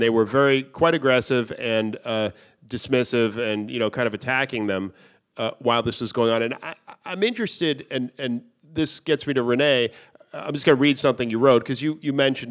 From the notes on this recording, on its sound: Bonus Live Episode. A special live episode.